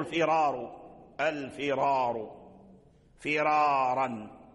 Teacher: الراء مفخمة وإن تقدمها كسر